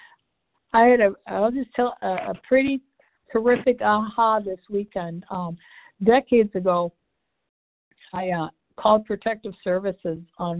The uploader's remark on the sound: 100 Pounders Phone Meeting.